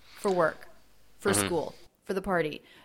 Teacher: Americans are reducing it to fur